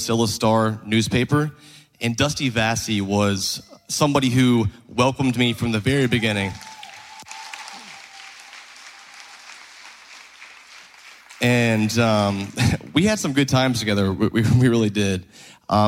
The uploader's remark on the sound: this episode gives you a peak inside of the live show